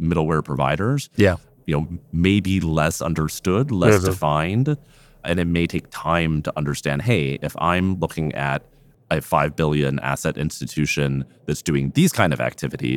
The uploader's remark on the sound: Live from Money 20/20 in Las Vegas